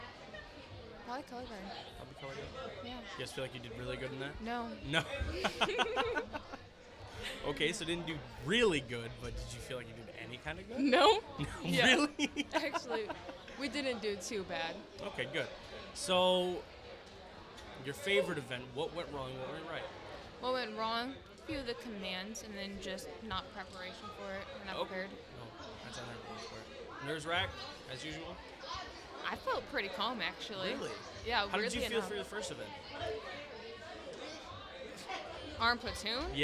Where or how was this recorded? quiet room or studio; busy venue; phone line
busy venue